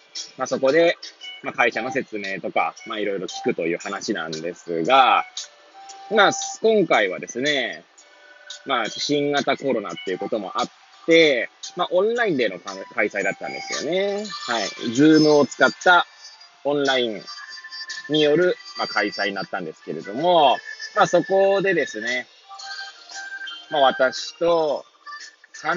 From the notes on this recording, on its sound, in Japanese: Airpods を付けた状態で、車中で収録しており、雑音などが入る可能性があり、ご容赦ください。